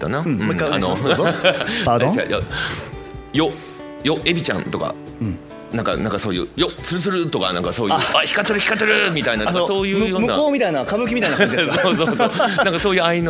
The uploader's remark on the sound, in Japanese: 公開収録午前の部